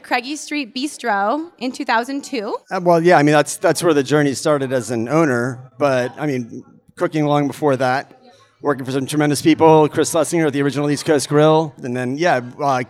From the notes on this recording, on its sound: We are coming to you live from Boston Magazine's Taste 2019 , the annual event. We are coming to you live from Boston Magazine's Taste 2019 , the annual event celebrating this year’s Top 50 restaurant list, featuring dishes from some of Boston’s best chefs!